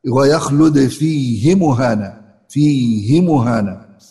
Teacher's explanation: يعني كسر من غير ياء بعدها، ويخلد فيه مهانة، فيه مهانة، لأنها وقعت بين ساكن ومتحرك، فإذا وقعت بين ساكن ومتحرك لا توصل. · Term: القصر